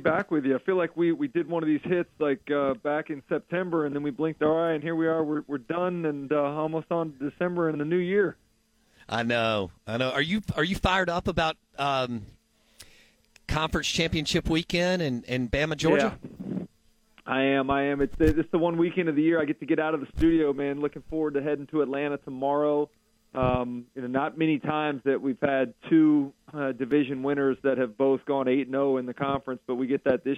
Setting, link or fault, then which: link, phone line